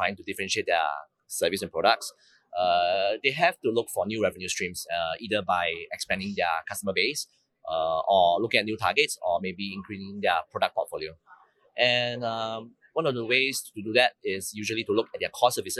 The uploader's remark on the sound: Live from PTC'20